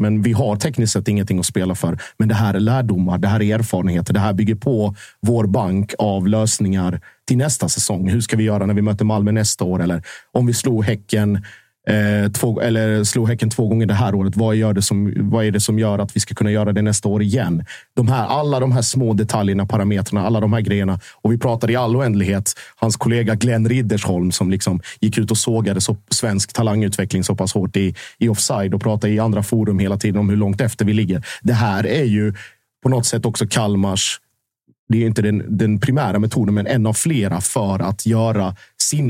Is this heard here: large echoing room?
no